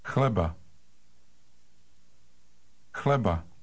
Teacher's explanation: Now, here's the word for bread. It starts with a rough KH sound followed by an L.